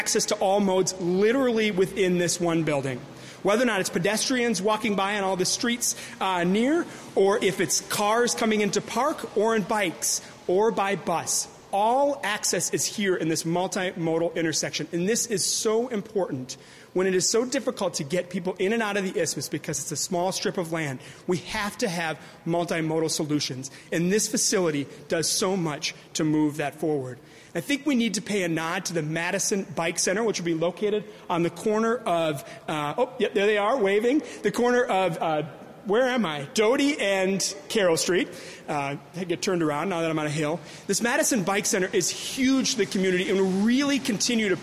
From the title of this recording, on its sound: News Conference: Wilson Street Garage Grand Opening